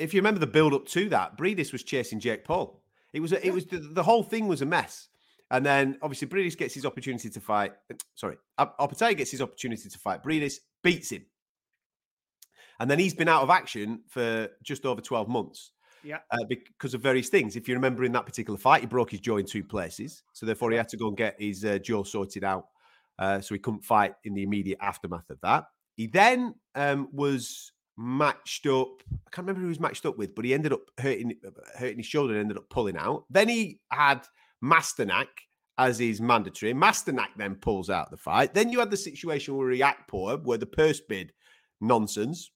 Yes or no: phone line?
no